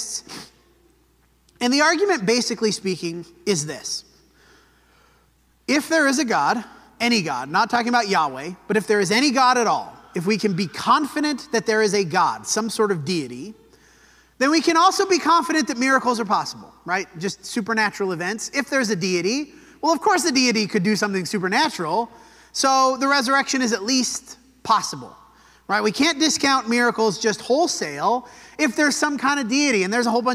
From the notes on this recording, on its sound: This sermon was preached at the Dewey Church of Christ on October 1, 2023.